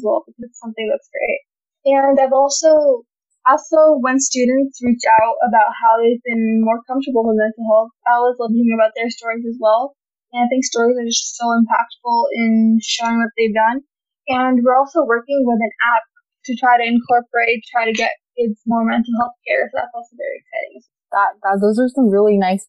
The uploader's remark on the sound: Please forgive the subpar audio quality in this episode!